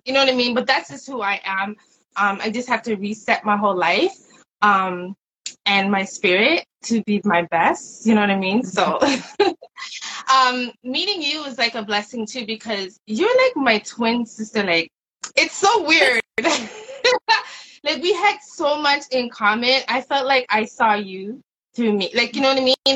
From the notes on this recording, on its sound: Instagram Live Summer Conversation Series